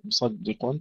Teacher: ترقيق الدال بين المفخمين الصاد والقاف